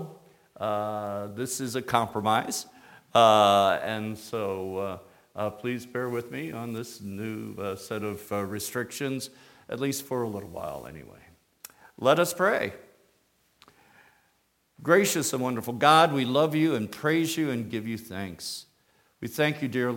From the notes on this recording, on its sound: Sermon from Christmas Eve Candlelight Service 2018. Today’s episode came from our worship service.